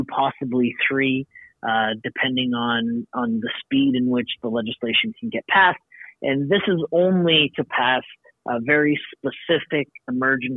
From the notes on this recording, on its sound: takes this call from his third floor office at the Alberta Legislature in Edmonton.